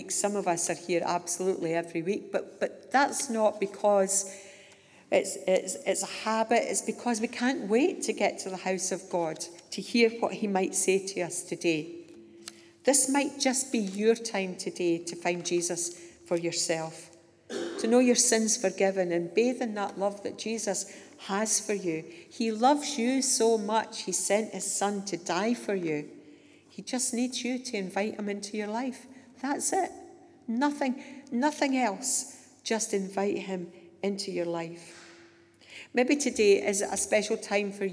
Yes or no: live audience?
yes